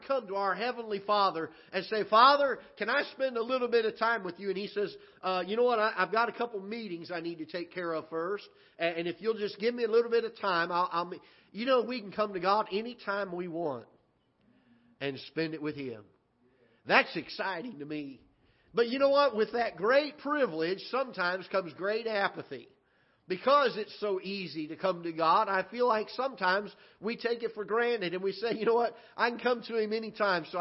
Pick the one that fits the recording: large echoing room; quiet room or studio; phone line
large echoing room